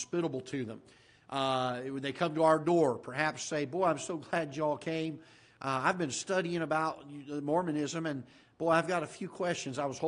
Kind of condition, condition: setting, large echoing room